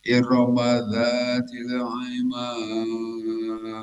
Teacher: Iroma, nah itu tanpa mad dibaca pendek saja.